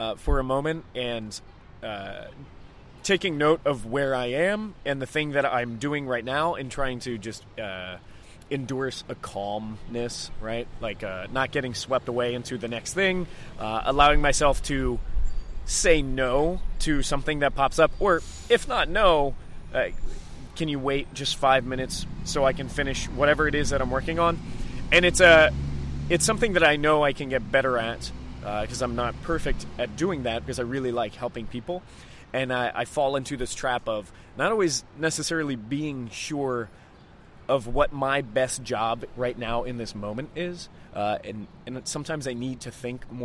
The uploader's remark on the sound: Live from Coworking Europe